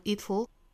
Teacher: 如果是缩约的话其实是有一个舌边爆破的，也就是 t'll，美音的话是 dull， it'll 是 flap t 加上舌侧音的组合。后面我们来看 bealright，这个 be 跟后面的 all 之间一般来说是要做连读加耶的，所以我们要读成 bealright， you're rightIt'll be